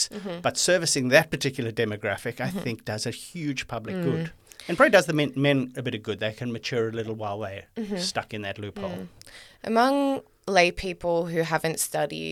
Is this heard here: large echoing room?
no